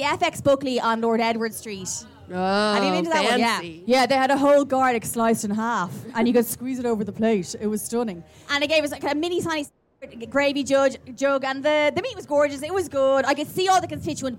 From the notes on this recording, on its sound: This week we have a special episode for you recorded at Beyond the Pale festival in Wicklow. It rained and it poured but it didn't dampen our spirits!